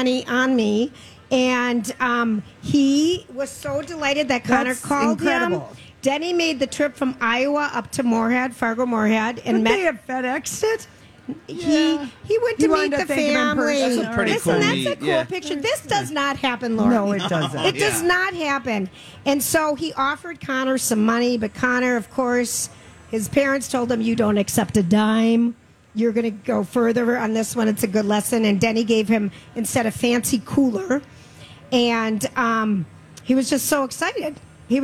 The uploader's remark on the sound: LIVE from the Minnesota State Fair